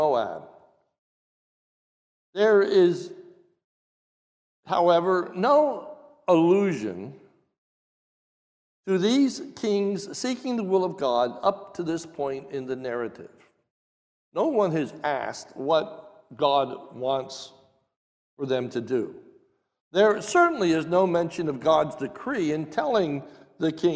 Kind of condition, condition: setting, large echoing room